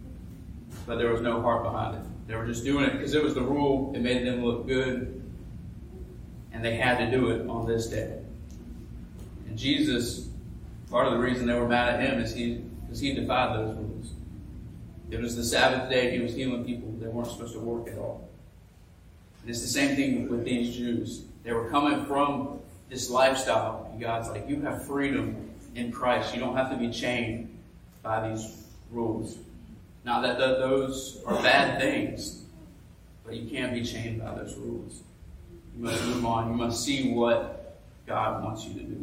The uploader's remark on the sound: Preached this sermon at graduation Sunday at his Church! This week's podcast is a sermon podcast.